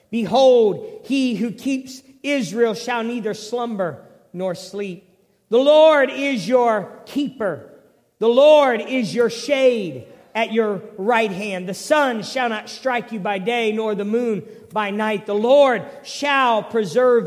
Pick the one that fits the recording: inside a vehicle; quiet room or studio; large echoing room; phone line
large echoing room